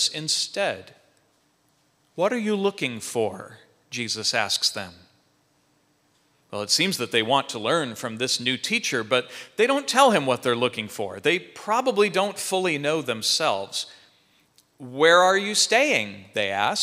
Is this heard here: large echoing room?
yes